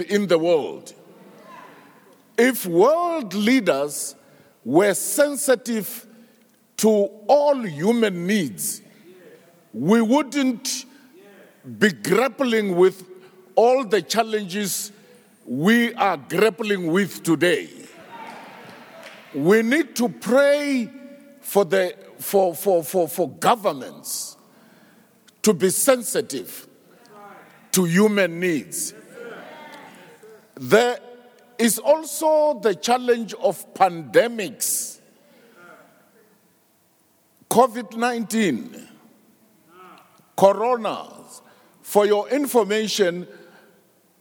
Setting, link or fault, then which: setting, live audience